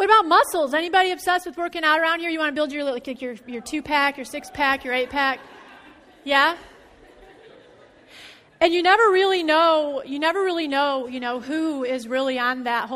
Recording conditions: large echoing room